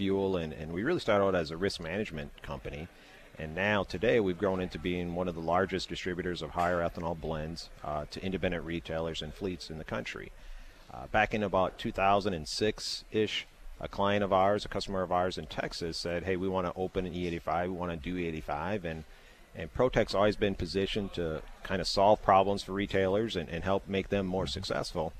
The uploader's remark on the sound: from the National Ethanol Conference in Orlando